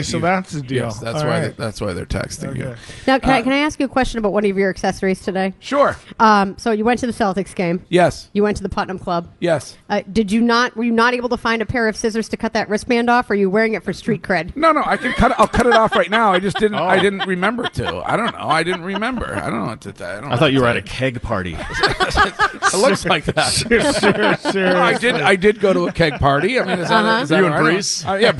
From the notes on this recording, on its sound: Broadcasting live from The Capital Grille